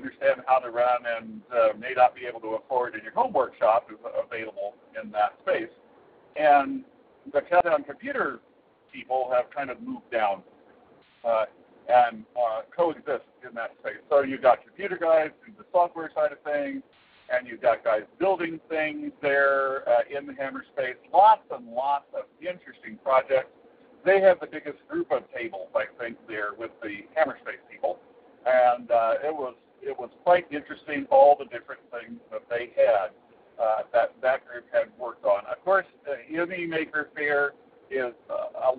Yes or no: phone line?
yes